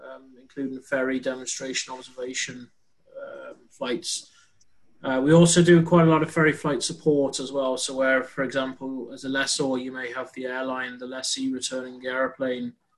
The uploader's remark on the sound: This is the recording of the 4th APTN aircraft lessor, VP Technical and APTN Enterprise members Zoom Call